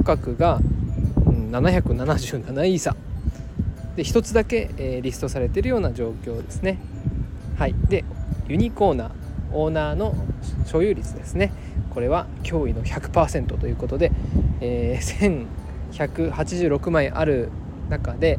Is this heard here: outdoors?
yes